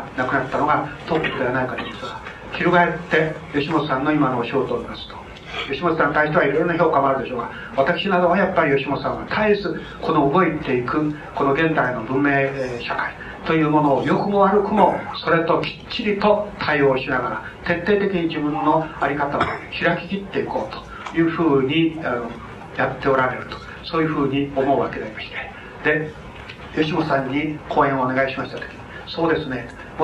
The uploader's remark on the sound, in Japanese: 主催：北村透谷研究会 場所：上智大学9階図書館。全国大会での講演。音源はクリアに収録されている。